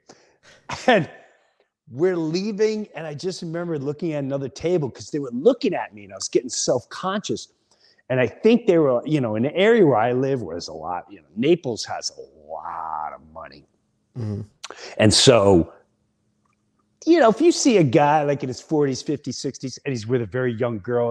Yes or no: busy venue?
no